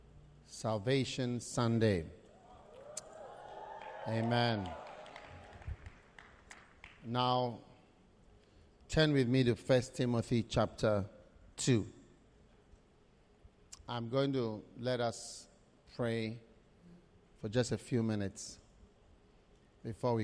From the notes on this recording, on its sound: Preached at the Salvation Sunday Service.